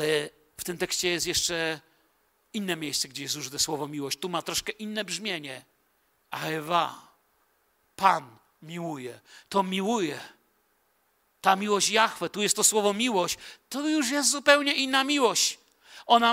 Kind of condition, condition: setting, large echoing room